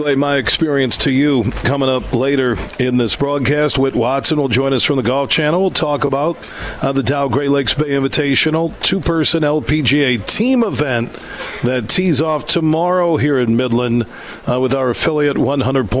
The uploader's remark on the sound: Broadcasting live from the Midland Country Club as the Dow Great Lakes Bay Invitational two-person event takes place this week.